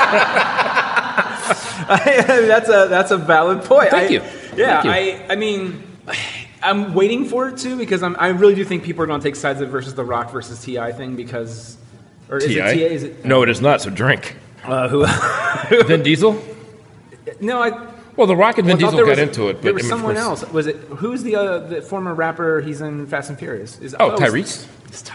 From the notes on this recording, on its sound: live at the West Grandview Fringe festival